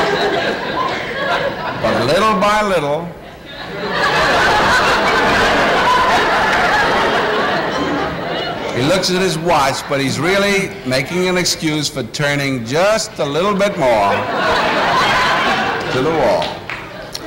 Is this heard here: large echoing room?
yes